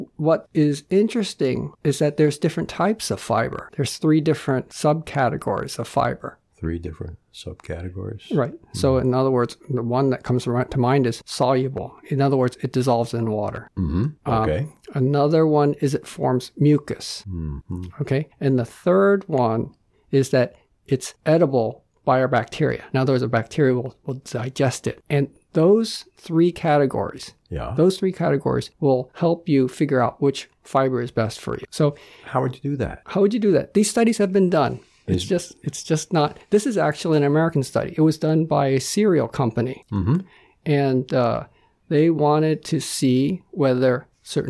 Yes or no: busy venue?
no